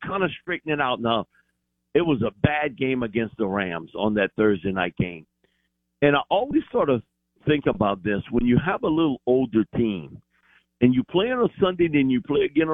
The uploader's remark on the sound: In the second hour of the show live in the BankPlus Studio. Joins the show on the Farm Bureau guest line.